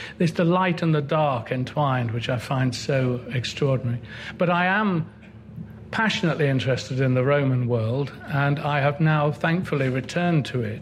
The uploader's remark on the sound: Recorded at Chalke Valley History Festival 2016.